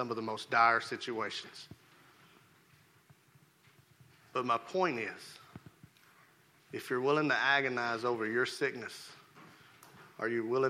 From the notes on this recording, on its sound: Rocky Valley Baptist Church morning service